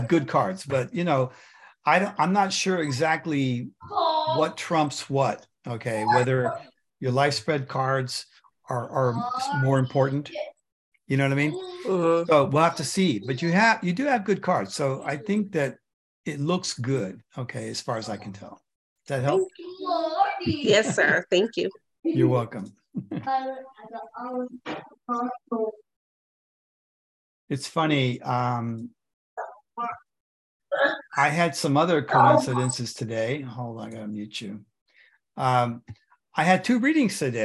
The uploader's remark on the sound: The shows are now all hosted on Zoom.